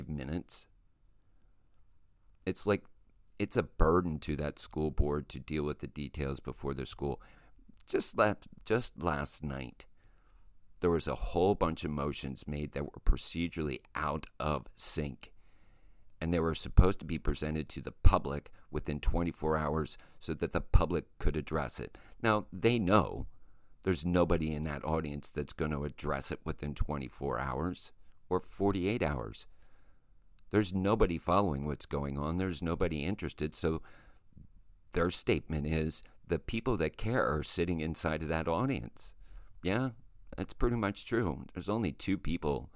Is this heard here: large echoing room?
no